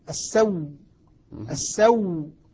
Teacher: إبدال الهمزة واو وإدغام الواو فيها فصارت واو مشددة